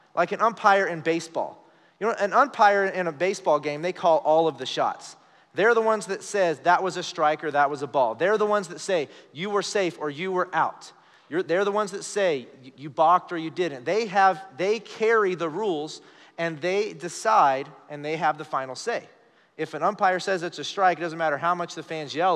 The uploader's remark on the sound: Recorded live during our Wednesday night service